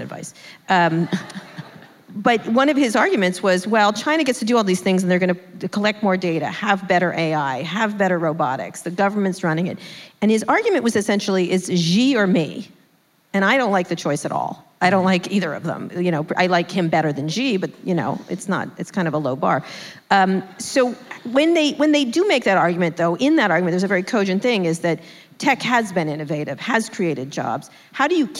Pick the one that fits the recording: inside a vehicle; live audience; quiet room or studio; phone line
live audience